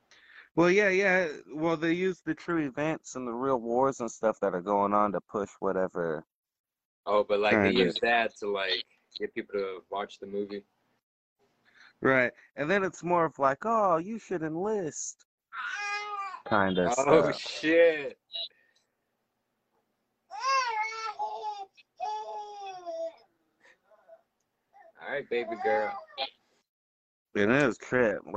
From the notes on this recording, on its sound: recorded live on Discord